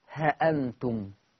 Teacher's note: أول حاجة لورش عن نافع أن هذه اللفظة تقرأ بحذف الألف، فتقرأ هأنتم.